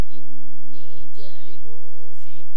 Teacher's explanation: إني لابد من تطويل الغنة في النون المشددة كذلك لابد من إثبات المد الطبيعي بمقدار حركتين أي بمقدار حرفين